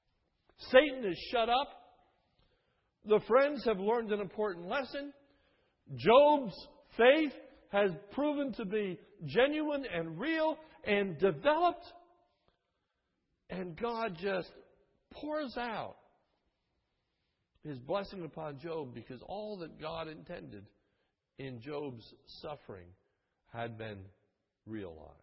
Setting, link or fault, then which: setting, large echoing room